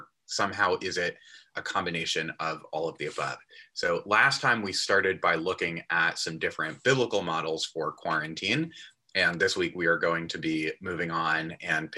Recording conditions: video call